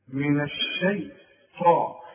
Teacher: الطاء هي مفخمة، والطاء من أعلى الحروف المفخمة لأن بعدها ألف